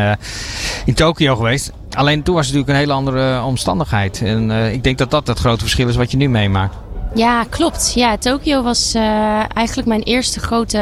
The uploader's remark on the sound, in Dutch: Op maandag en vrijdag live vanaf de European Para Championships in Rotterdam Ahoy.